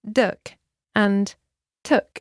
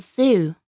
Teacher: It's the same with the D and T sounds. D is voiced like Z, so the vocal cords come into play, whereas T, like S, isn't voiced.